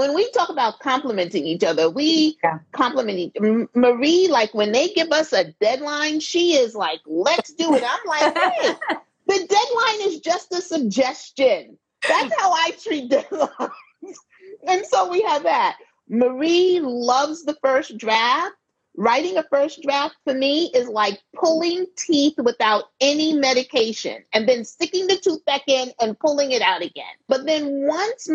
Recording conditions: video call